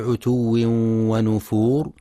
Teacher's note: وينتبه القارئ للواو المشددة وللإدغام مع الغنة في عتو ونفور، فلا يقرأ عتو نفور.